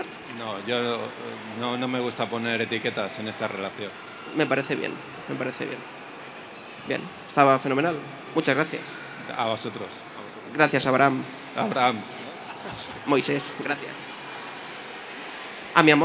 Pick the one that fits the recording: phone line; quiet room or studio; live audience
live audience